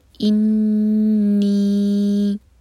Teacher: نون پر شدہ ہے تو نون پر غنہ کریں گے، نون کو ہولڈ کریں گے، اور نی ہم چار حرکہ لمبا کھینچیں گے. یہ ہے مد منفصل.